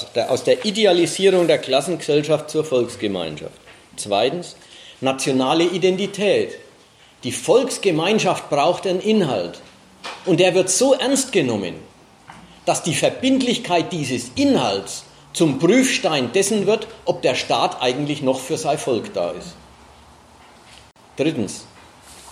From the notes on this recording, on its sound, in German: Mitschnitt eines Vortrages